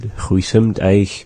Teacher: now it just becomes huisim. You know, we drop the s at the end of it.